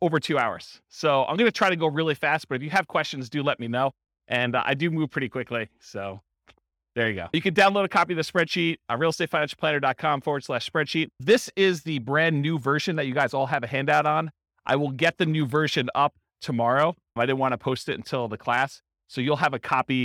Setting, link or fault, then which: setting, live audience